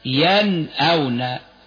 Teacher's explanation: الهمز بعد النون الساكنة تظهر النون الساكنة هكذا · Term: الإظهار